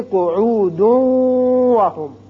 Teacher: عین پیشوا عو دو حرکات کے برابر کھینچنے کے بعد دال کی پیش کو اس واو سے ملائیں گے، کیونکہ یہاں تنوین ہے تو ادغام ہوگا غننے کے ساتھ